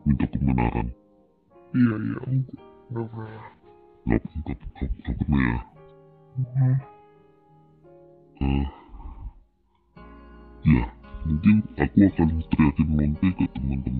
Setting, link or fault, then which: fault, poor sound quality